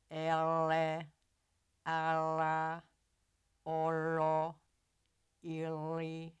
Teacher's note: Voiced retroflex lateral approximant.